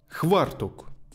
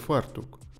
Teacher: В деревнях звук «ф» часто заменяет звуком «хв». · Shown in: first take · Например, «хвартук» вместо «фартук».